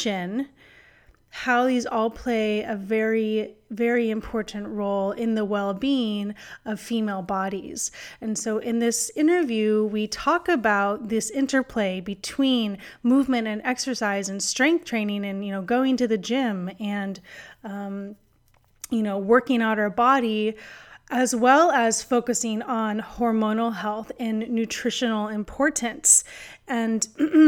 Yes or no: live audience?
no